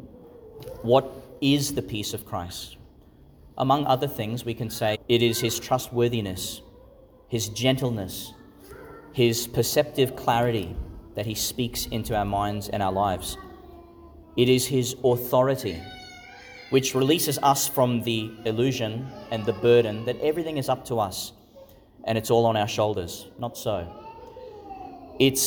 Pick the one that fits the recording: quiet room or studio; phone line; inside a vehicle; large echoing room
large echoing room